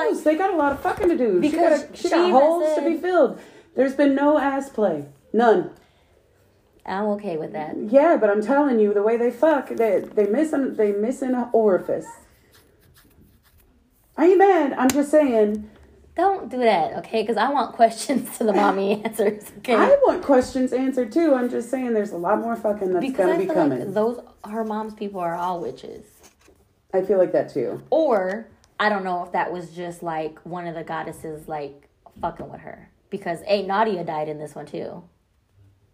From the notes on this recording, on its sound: Please excuse all the background noise our laptop did and we did this on our phone.